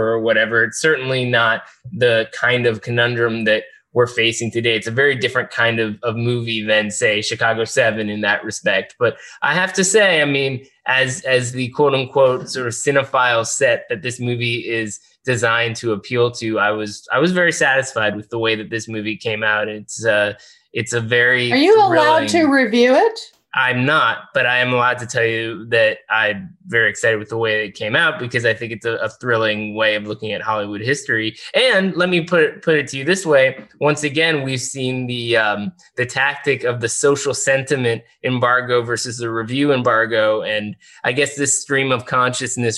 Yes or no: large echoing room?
no